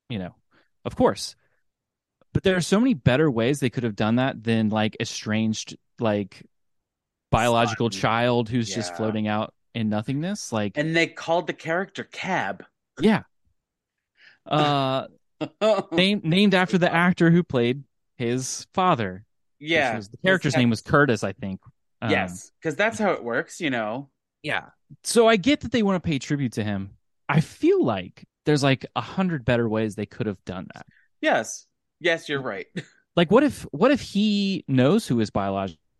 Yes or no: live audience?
no